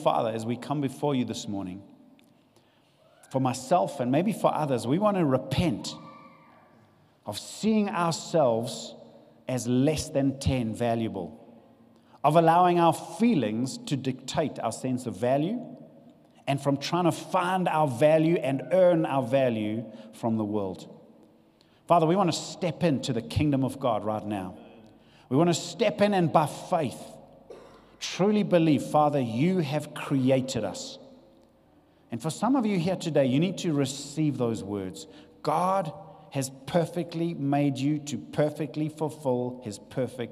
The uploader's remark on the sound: This session was recorded live at Venture Church, Fairlands, Johannesburg.